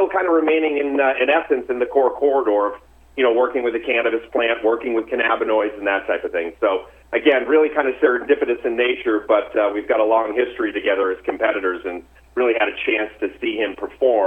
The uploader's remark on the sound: called in to SmallCapVoice.